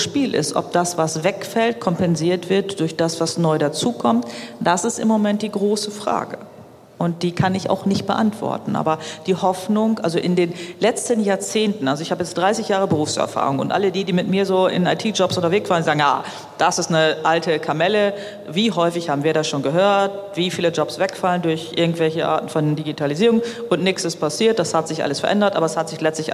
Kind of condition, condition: setting, live audience